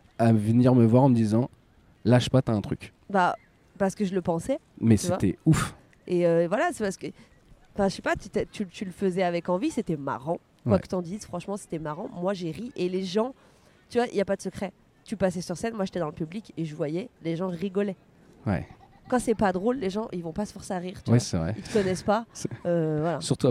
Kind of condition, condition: setting, outdoors